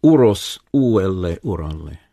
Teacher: they alliterate by virtue of having no consonant at the beginning. So zero consonant counts as an alliterating consonant.